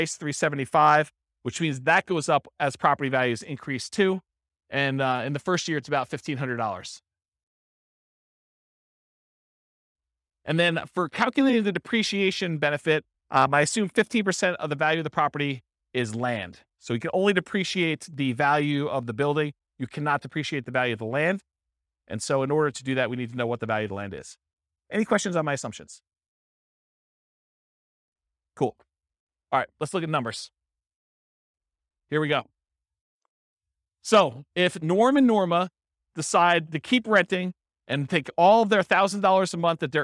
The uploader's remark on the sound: This was a live class recorded